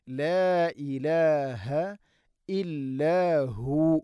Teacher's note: ലാ ഇലാഹ മദ് മുൻഫസിലാണ്, നാലോ അഞ്ചോ ഹർക്കത്തിൻ്റെ ഖദർ നീട്ടാവുന്ന മദ്.